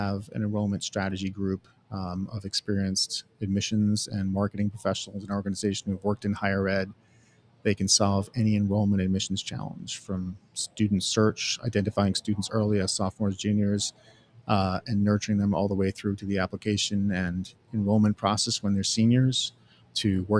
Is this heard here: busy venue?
yes